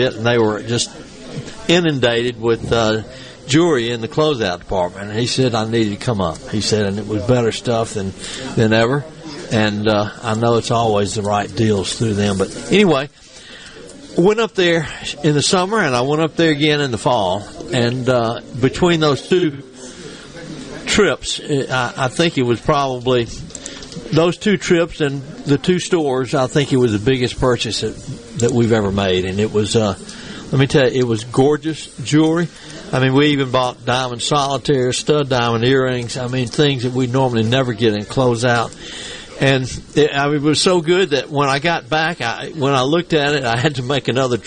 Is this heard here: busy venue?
yes